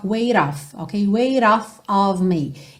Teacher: Aqui, ela usou rarara para juntar weight com off.